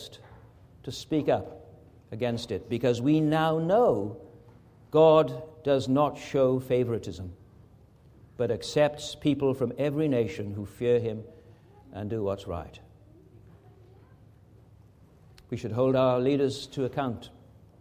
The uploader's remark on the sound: This is a recording which was preached at Anne Street Presbyterian Church in June 2018.